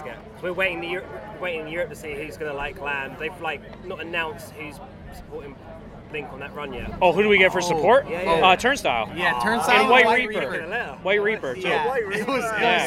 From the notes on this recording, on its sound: In this instalment of our interviews from 2000 Trees Festival